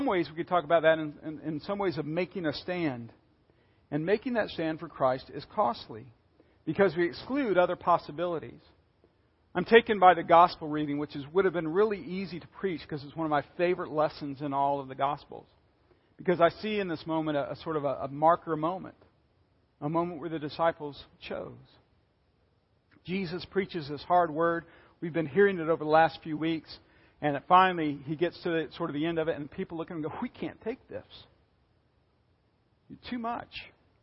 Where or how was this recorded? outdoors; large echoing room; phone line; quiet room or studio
large echoing room